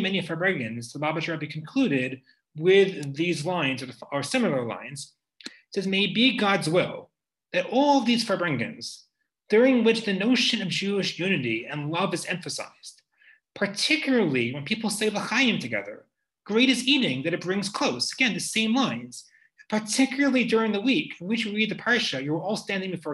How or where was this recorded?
video call